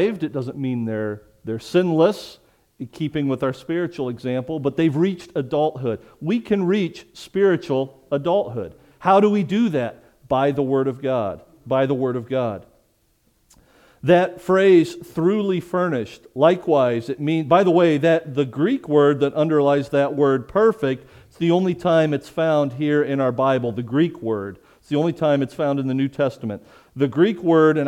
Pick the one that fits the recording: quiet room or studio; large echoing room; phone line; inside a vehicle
large echoing room